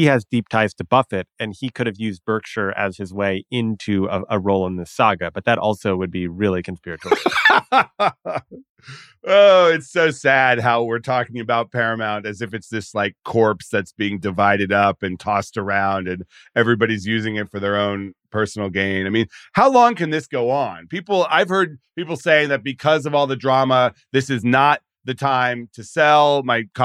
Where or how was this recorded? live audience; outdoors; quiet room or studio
quiet room or studio